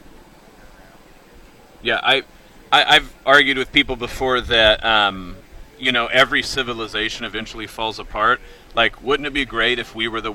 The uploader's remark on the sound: live at the Iowa State Fair